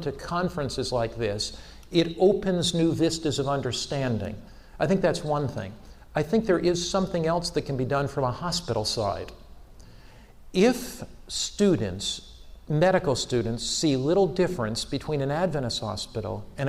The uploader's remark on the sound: Challenge to the students at AMEN conference 2010